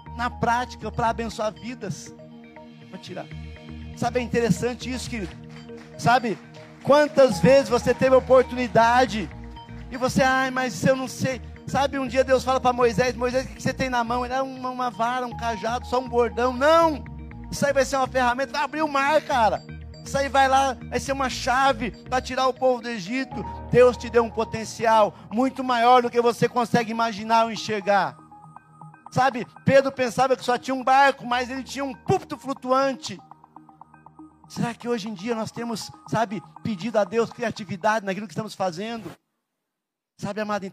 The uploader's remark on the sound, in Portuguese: na Igreja ABA Curitiba (Transmitido ao vivo)